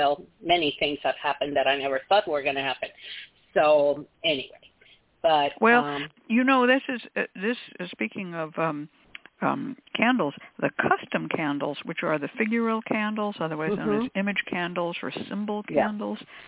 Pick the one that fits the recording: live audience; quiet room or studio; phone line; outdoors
phone line